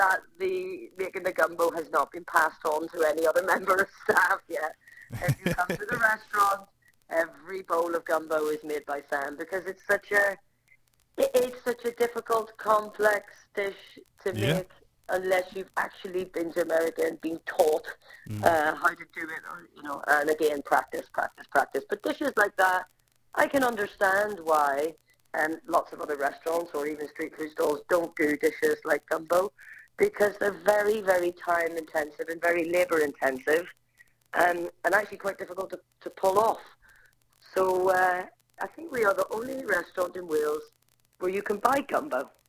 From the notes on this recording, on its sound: Apologies on the audio quality, our computer messed up